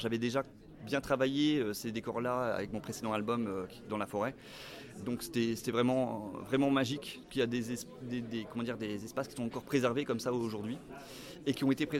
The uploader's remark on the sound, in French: à l’occasion du festival Quai des Bulles